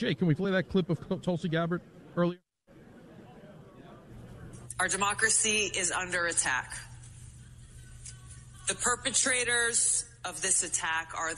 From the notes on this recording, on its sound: LIVE From CPAC.